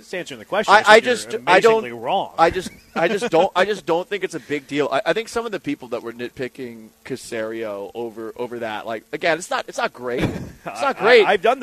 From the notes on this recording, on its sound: LIVE from Circa Resort & Casino in Las Vegas!